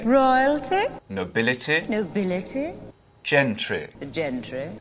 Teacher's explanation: And those short ending I sounds. You won't really hear that in English accents anymore.